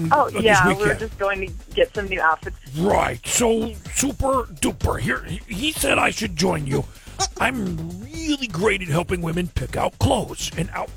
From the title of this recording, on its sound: Friday Phone Jacks Prank Call